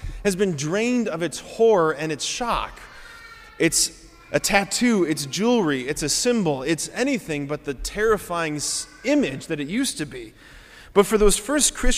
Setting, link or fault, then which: setting, large echoing room